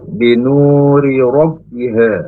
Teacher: binu panjang dua harokat karena ada wawu sukun sebelumnya berharokat domah, yaitu nunnya berharokat domah, maka panjang dua harokat mad tabi'i atau mad asli.